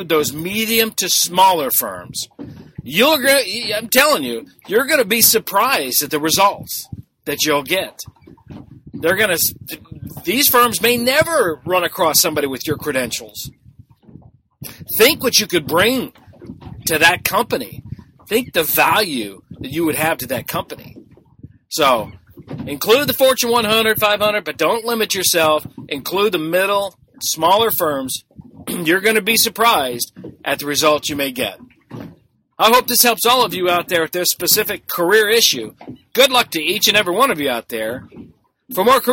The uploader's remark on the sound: I apologize for the audio on this episode, I was doing this one on my boat!